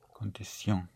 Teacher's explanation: The T-I-O-N and S-I-O-N is pronounced sion, You don't have the sh sound, the English sh, shin, but sion.